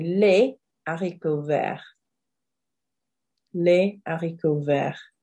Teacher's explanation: So as you can see, les ends in S, haricot ends in TS, and vert also ends in TS. And the S on les, the TS on haricot and vert are completely silent. So we have lots of silent letters at the ends of words. · Term: silent consonants